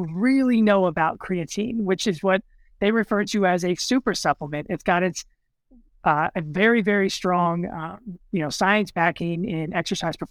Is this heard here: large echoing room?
no